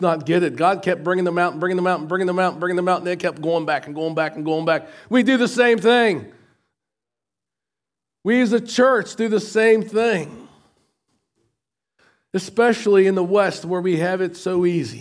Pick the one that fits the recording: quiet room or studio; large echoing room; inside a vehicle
large echoing room